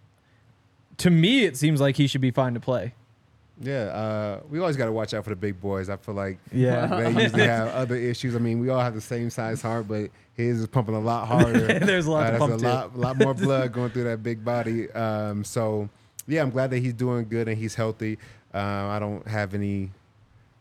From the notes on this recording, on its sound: coming to you LIVE from the DNVR Bar